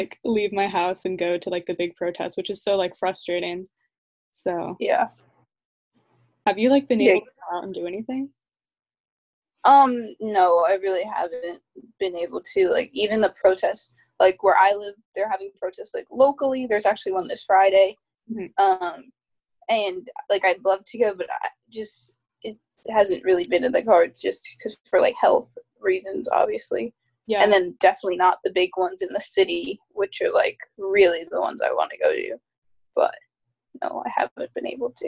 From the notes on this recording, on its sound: The quality is a bit iffy since this was recorded over Zoom